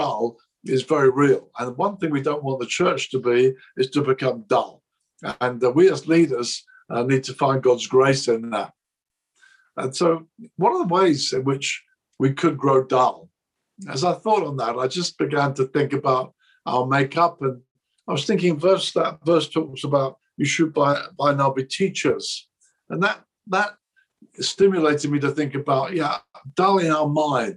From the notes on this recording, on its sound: This message was recorded at a ChristCentral Leadership Online event in March 2021.